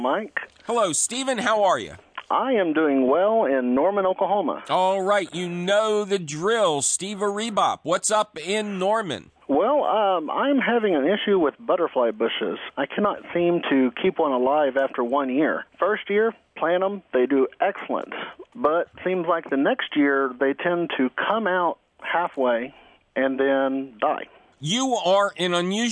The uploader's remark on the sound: Publisher: WHYY-FM. As always, fabulous phone calls and chemical free answers to garden questions.